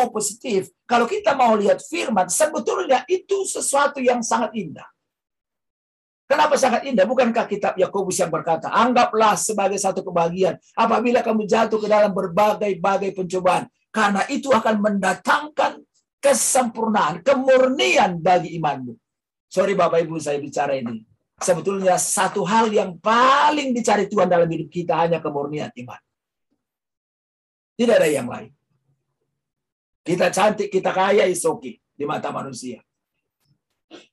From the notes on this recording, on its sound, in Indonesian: Rekaman khotbah Ibadah Gerbang Pagi.